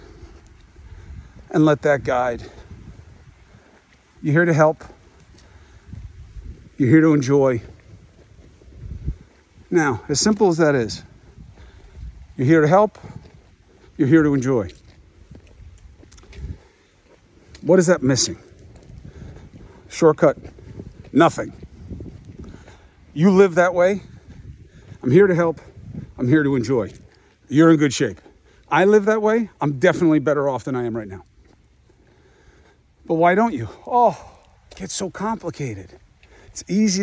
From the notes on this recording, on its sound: Walk and Talk